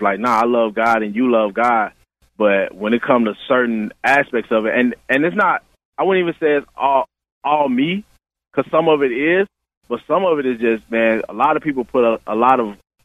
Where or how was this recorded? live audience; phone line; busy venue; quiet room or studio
phone line